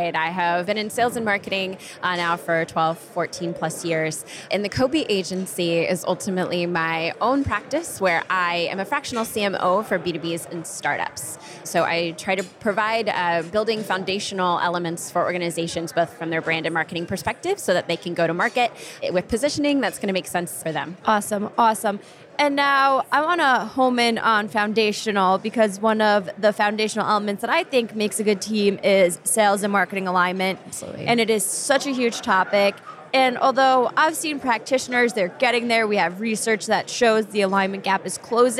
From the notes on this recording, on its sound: During an interview on the show floor of the 2023 B2B Sales & Marketing Exchange in Boston, Mass.